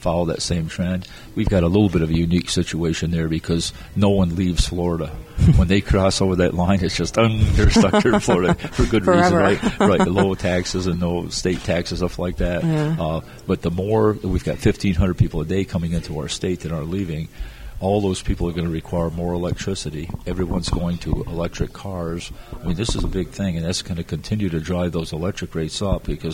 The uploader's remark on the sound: Another episode from the RE+ Conference in Las Vegas.